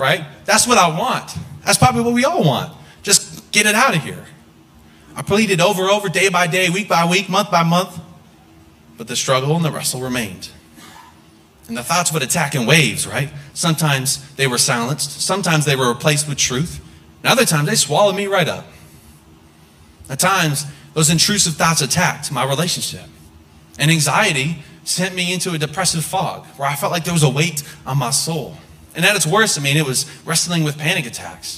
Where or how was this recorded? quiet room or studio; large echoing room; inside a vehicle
large echoing room